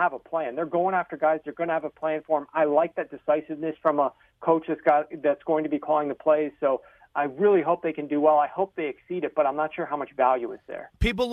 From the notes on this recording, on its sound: phone call